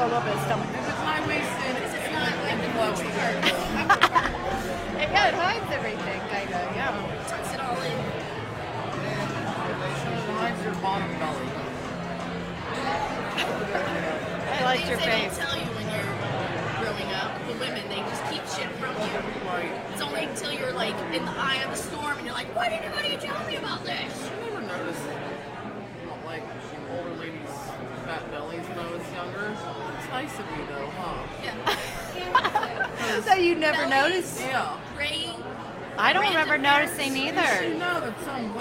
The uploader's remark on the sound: We are LIVE at Braxton Brewing Company in Covington, KY